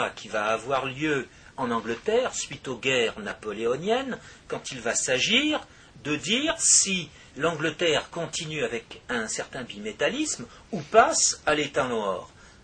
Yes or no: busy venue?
no